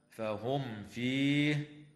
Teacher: وتظهر الميم الساكنة عند الفاء